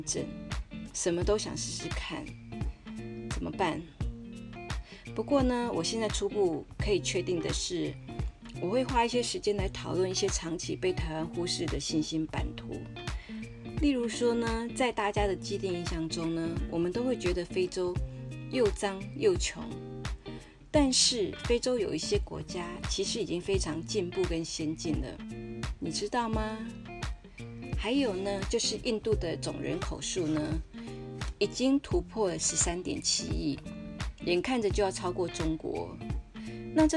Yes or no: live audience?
no